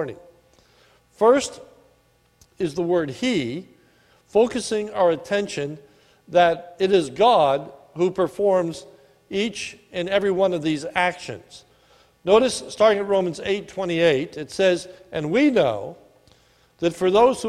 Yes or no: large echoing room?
yes